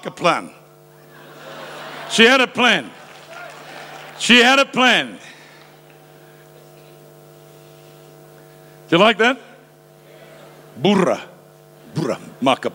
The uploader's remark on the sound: Preached live from South Africa.